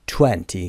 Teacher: 20 که قسمت اول استرس میگیره